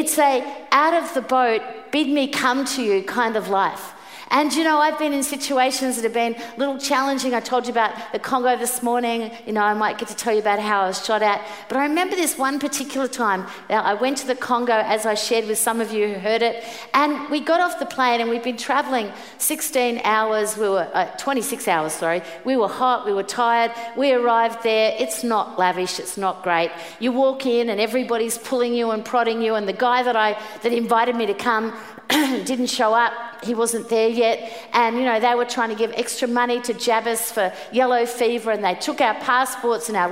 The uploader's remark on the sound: Preached at the 5pm service